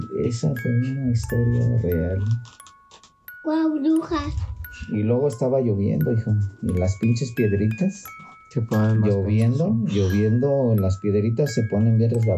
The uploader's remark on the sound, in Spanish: Una disculpa por el ruido de fondo puesto que no obtuve un lugar mas tranquilo para grabar trate de minimizar el mayor ruido posible, por si notas cortes fue por eso.